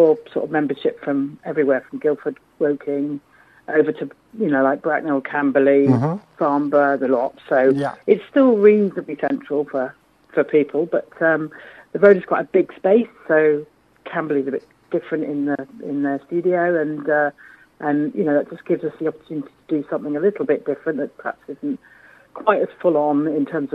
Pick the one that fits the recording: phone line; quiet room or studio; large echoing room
phone line